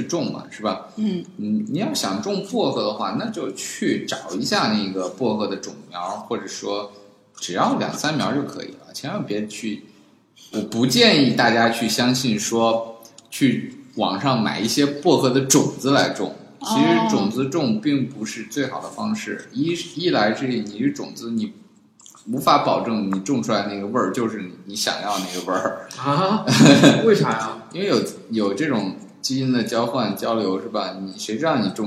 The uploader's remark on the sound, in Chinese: 本期节目为新设备第一次录制，回音感较强，还请原谅。